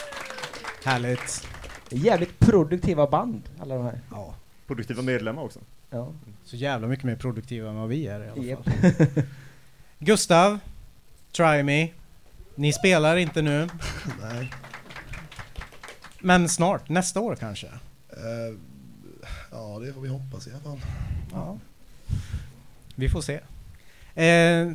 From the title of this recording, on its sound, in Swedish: Live på Skylten